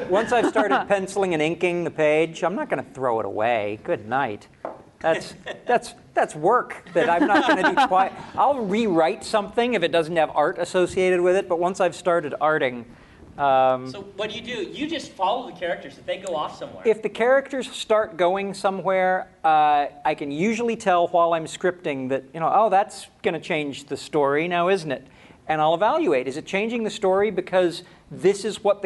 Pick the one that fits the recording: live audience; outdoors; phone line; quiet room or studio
live audience